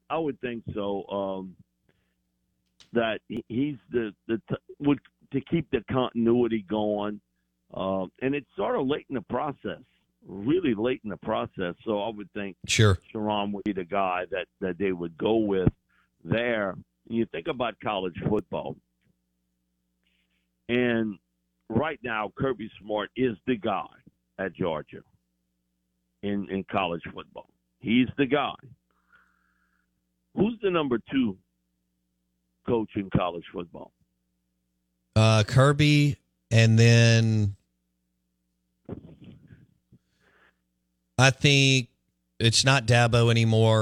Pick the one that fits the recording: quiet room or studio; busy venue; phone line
phone line